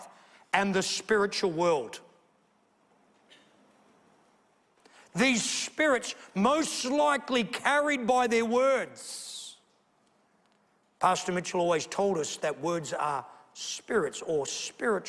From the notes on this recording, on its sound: A sermon preached at the Potter's House Beechboro, Western Australia.